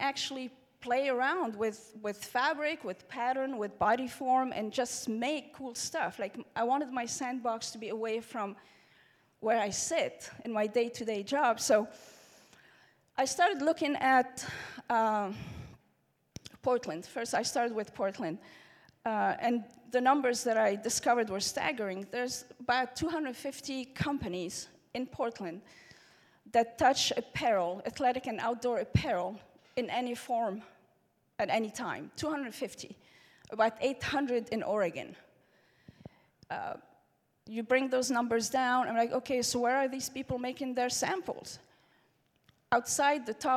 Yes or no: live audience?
yes